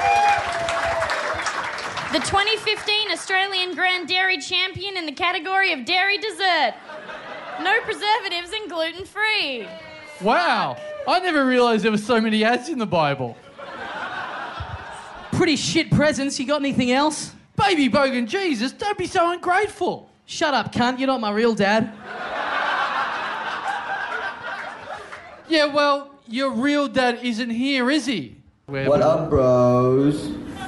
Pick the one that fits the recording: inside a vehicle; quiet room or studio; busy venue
busy venue